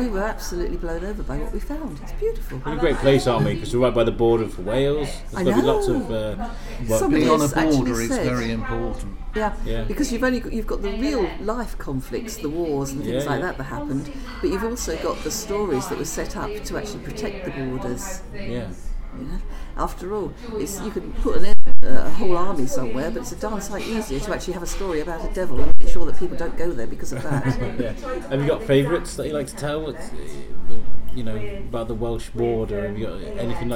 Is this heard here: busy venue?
yes